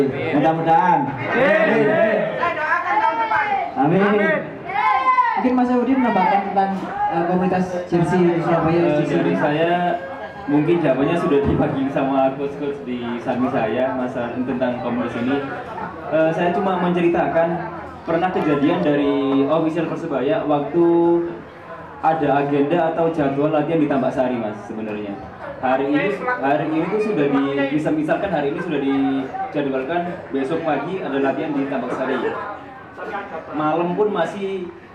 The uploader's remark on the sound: Live Talkshow at SJC